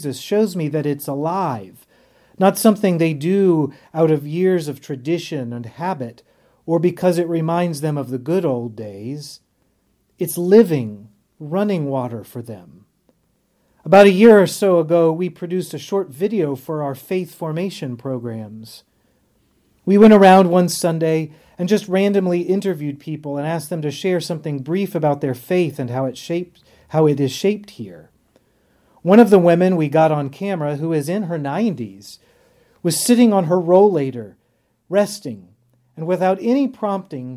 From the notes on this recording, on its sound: on the Third Sunday in Lent at Epiphany Lutheran Church in Richmond, VA.